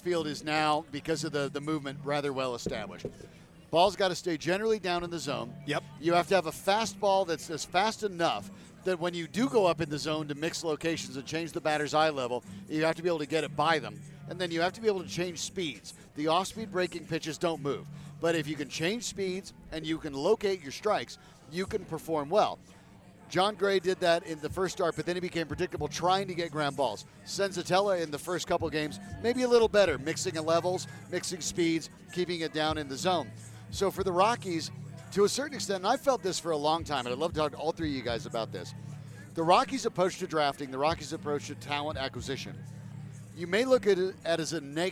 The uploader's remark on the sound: Recorded live at Tap Fourteen in LoDo.